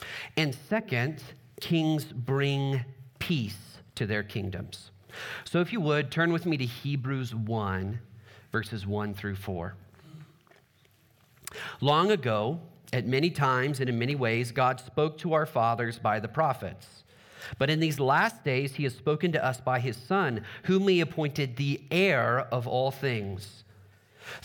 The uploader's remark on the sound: Trinity Anglican Church Littleton, CO